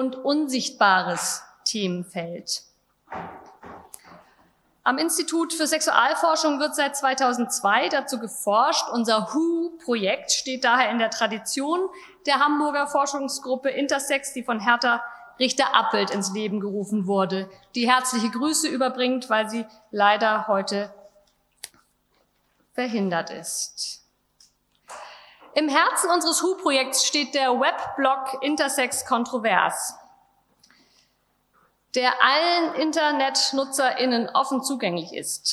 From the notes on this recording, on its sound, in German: Live-Aufzeichnung. Symposium des Projekts “Intersex kontrovers” der Hamburg Open Online University im Museum am Rothenbaum – Kulturen und Künste der Welt (MARKK).